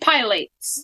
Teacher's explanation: Put the accent on the second syllable.